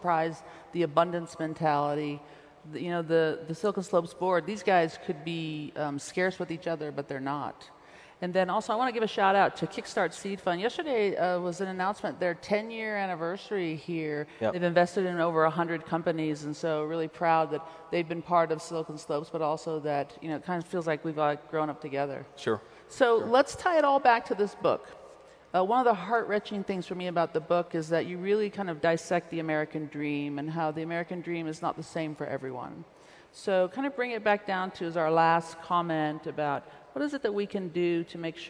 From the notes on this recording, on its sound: In his keynote during Silicon Slopes Tech Summit 2018.